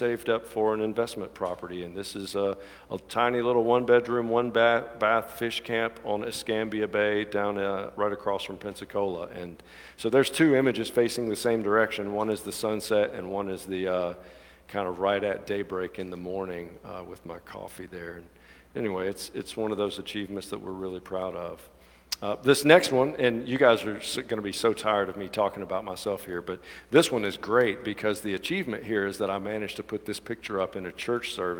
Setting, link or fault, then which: setting, large echoing room